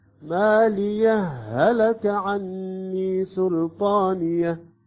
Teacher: عندما يصبح الإدغام تصبح هاء مشددة عندنا. ماليه هلك عني سلطانيه في الوصل.